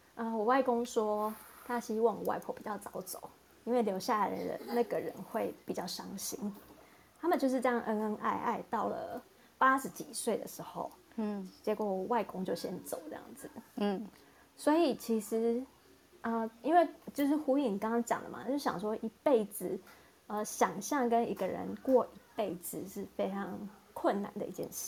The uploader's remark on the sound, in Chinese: 此音檔是由club house直播中錄製的。故音質無法與專業麥克風及錄音室錄製比較。